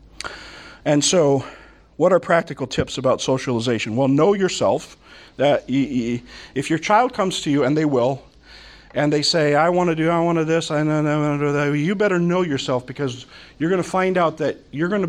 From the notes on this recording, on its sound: From the Summer 2015 Clearnote Conference.